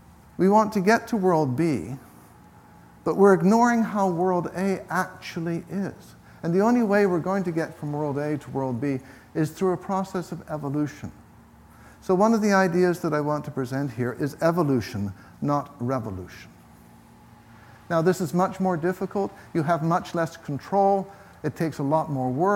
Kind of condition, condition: setting, live audience